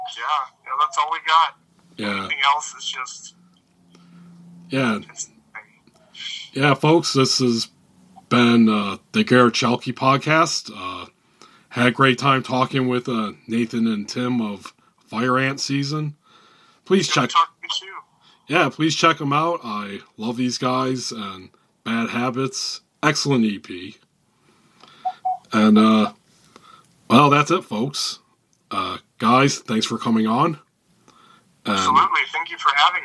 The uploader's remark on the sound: Recorded via phone in Grand Rapids, Michigan, and Austin, Texas.